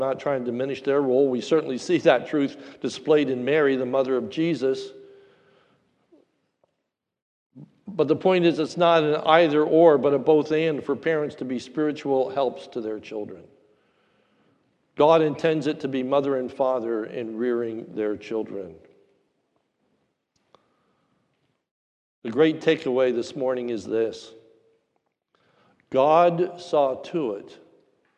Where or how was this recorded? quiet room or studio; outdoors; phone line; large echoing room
large echoing room